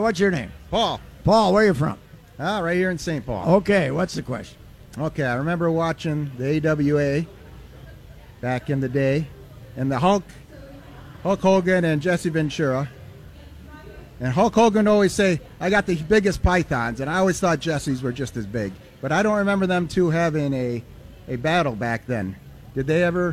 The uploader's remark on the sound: Day One at the Fair. Live from the first day of the State Fair.